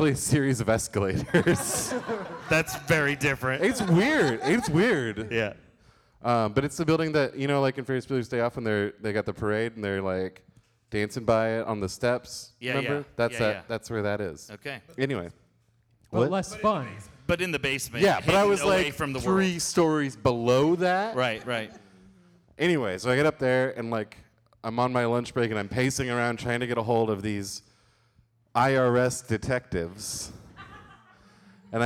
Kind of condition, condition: setting, live audience